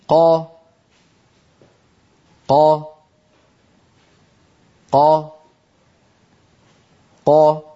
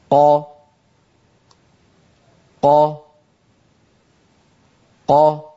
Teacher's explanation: الصوت ينحبس خلف مخرج القاف وهو أقصى اللسان مع الحنك اللحمي، ثم ينطلق الصوت